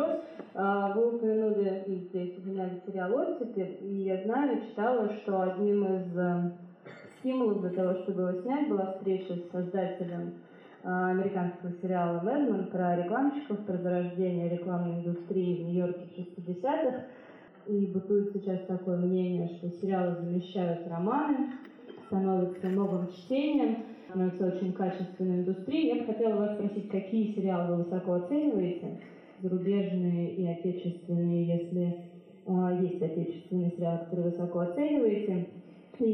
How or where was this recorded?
live audience